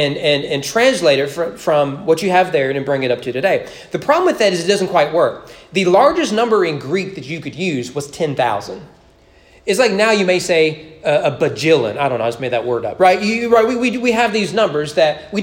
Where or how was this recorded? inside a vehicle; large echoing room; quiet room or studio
large echoing room